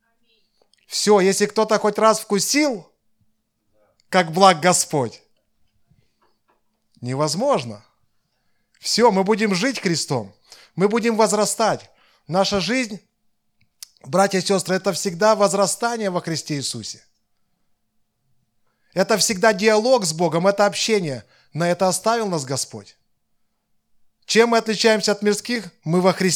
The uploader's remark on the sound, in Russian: Запись воскресного служения Церкви в Евпатории.